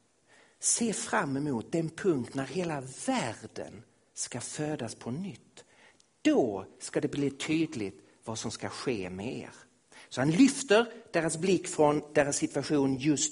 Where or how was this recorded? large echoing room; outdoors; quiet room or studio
large echoing room